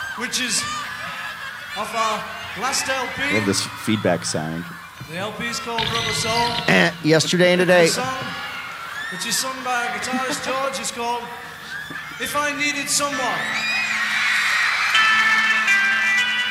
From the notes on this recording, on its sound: LIVE from …fest 2023! The Untitled … Podcast recorded their first-ever live show at The Fest For … Fans in Rosemont, IL; proud home of a Caddyshack restaurant and a surprisingly large mafia influence. In front of an unsuspecting, live audience.